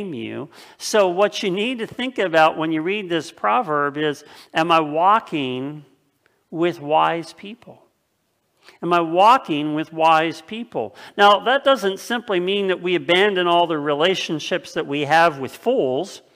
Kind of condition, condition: setting, large echoing room